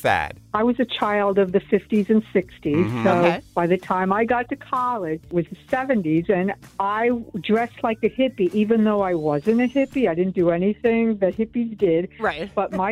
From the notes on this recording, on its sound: Listeners call in to share the ridiculous things they once wore.